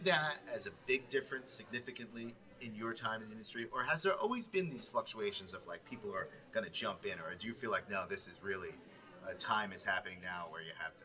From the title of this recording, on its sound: At The American Hostel Conference